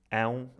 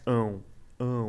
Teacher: Parece que em Portugal dizemos mais ão, assim um ão mais aberto · Shown in: first take